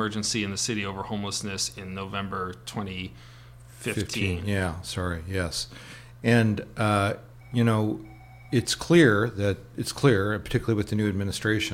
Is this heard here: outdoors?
no